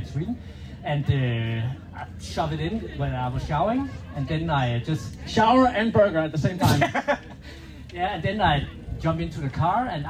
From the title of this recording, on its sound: IM Cph 2023 - Live on Stage